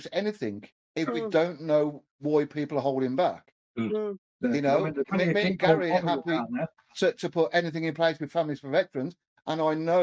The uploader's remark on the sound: Please excuse the audio, we had some technical issues